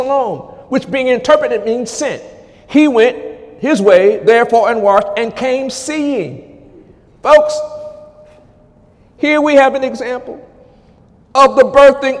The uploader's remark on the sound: During Sunday morning service on December 24, 2017